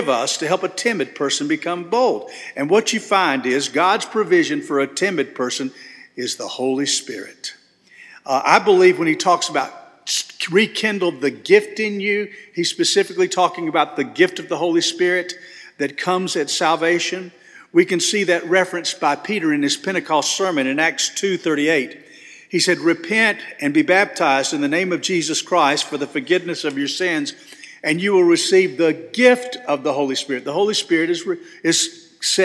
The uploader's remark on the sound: This sermon was delivered on October 29, 2023 at First Baptist Church Hendersonville, NC.